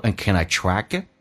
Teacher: track 跟 it 有连叫 trackit，而且我们知道 and 可以弱化成 an